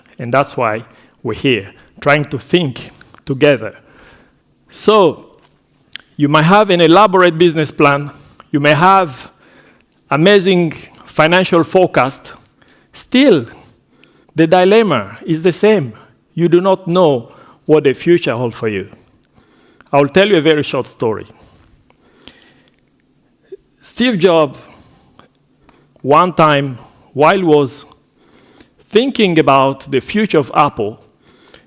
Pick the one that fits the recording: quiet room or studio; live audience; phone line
live audience